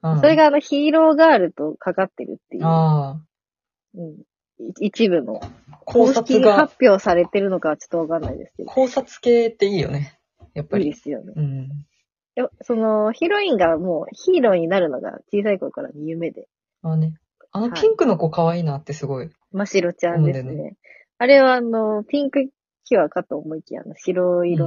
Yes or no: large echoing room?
no